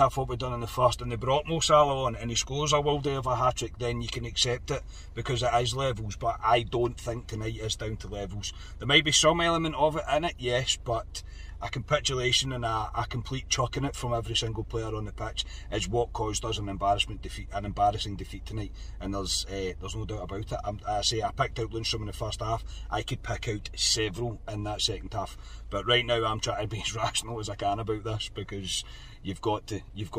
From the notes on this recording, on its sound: reaction from the car after leaving Ibrox.